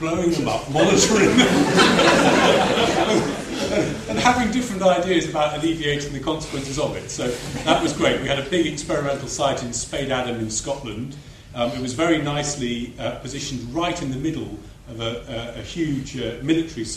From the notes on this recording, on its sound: This recording was made live during the panel discussion at the Young Researchers in Mathematics 2009 Conference at the University of Cambridge.